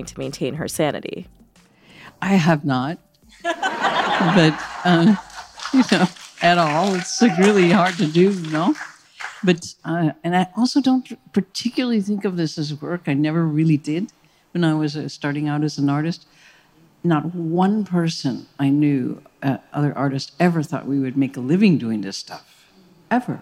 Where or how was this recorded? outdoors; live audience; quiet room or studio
live audience